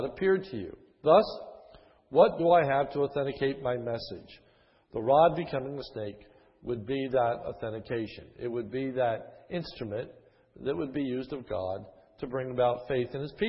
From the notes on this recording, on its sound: This is a sermon recorded at the Lebanon Bible Fellowship Church, in Lebanon, PA. During the evening service.